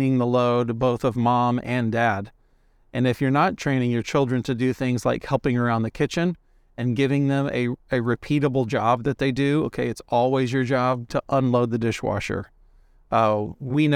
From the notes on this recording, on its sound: Takes his mic on the road (literally). Car ride conversation.